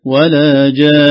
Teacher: النون الأخيرة في جان مشددة صح نقف عليها نقف عليها بالغنة